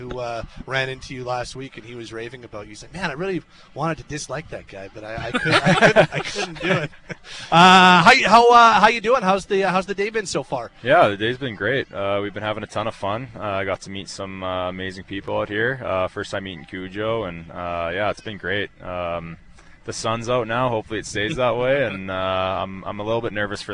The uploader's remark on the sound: Live from the Shaw Charity Classic